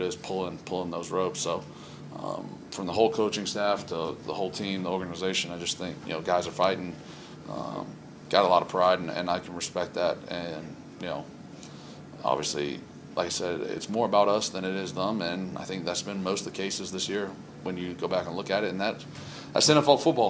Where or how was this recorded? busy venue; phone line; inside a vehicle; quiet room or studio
busy venue